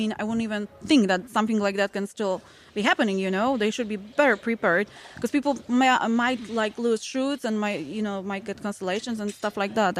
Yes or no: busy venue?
yes